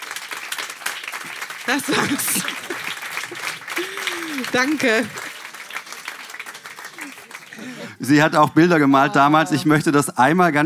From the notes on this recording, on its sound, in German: Auswahl der Beiträge von der „texte von gestern“-Liveshow. In der Wohngemeinschaft, Köln. Heißen Dank an die Wohngemeinschaft, unser tolles Publikum.